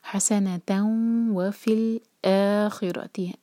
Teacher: اور اگر کنٹینیو کریں گے تب ہمیں پڑھنا ہوگا حسنتن و فی الآخرتی. تنوین کے بعد جب واو ہوتا ہے تو ہم آواز کو مرج کرتے ہیں غنہ کے ساتھ. غنہ مطلب ہم ناک میں آواز لے جاتے ہیں.